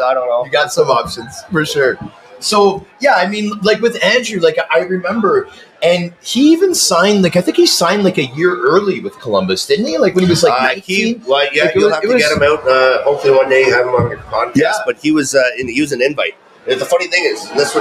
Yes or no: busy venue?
yes